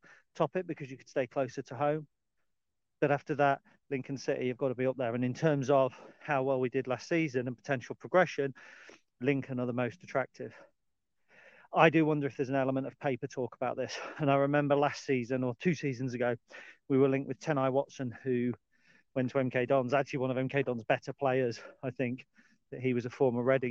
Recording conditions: outdoors